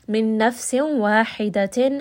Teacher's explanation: ha is going to be from the middle of the throat. Wa khalaqa, kha again heavy, lam is light, qaf is heavy.